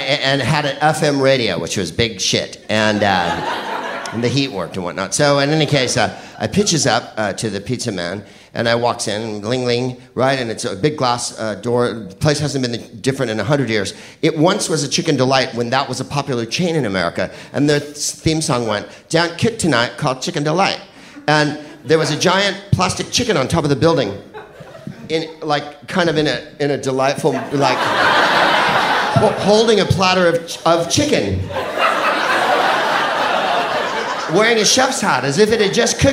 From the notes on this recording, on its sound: Live from San Francisco. Sketchfest show.